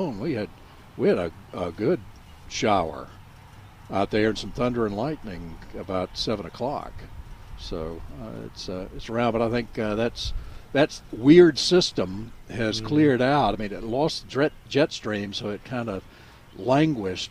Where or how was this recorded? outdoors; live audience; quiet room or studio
outdoors